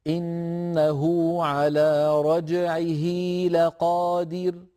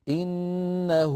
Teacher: هل رأيتم كيف أنا أشبعت ضمة الهاء حتى تولد منها واو · Term: هاء الضمير